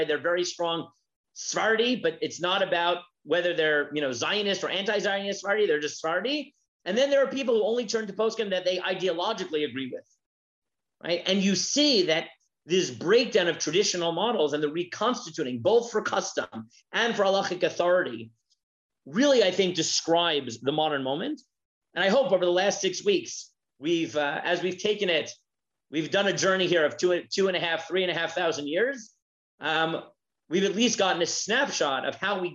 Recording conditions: video call